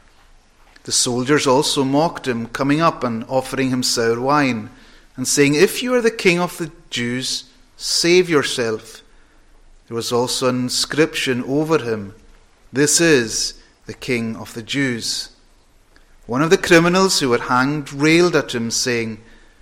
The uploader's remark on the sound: Saturday evening preparatory service. Recorded at North Harris Free Church on the evening of Saturday 17th September 2022.